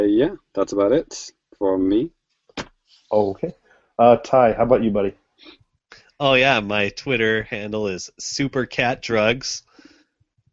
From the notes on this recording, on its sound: Recorded LIVE via Google Hang Outs on Air